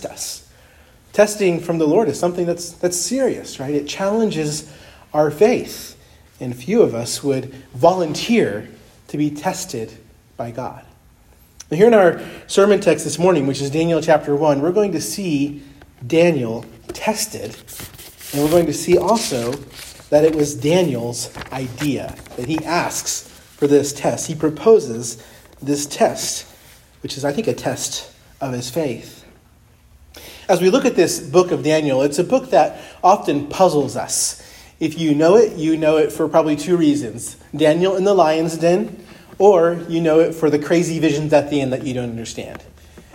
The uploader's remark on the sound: preached at Christ Our Savior Baptist Church on Sunday, April 2, 2023